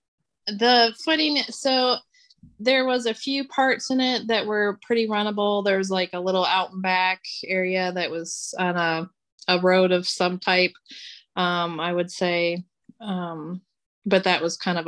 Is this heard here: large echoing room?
no